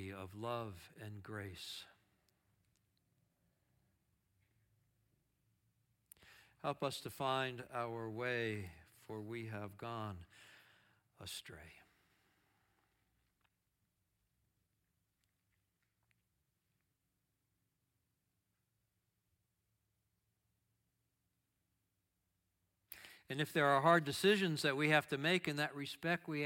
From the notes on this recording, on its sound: Audio of our worship service on 5/7/23. Streamed live from our campus in Westlake Village, CA.